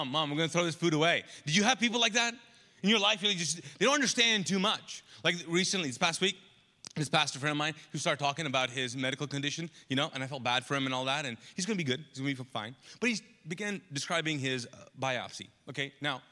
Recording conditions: large echoing room